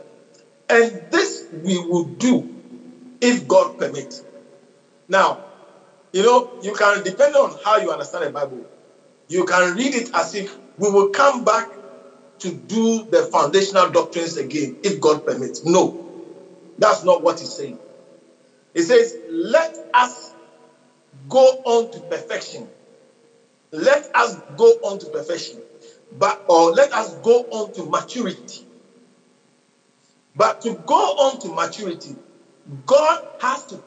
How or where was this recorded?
large echoing room